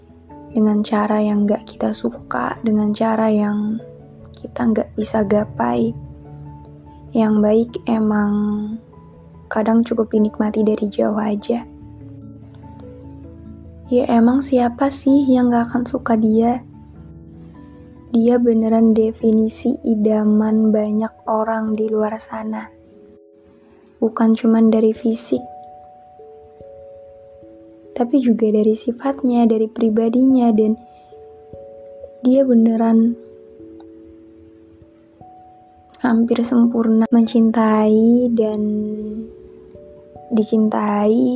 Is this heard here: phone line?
no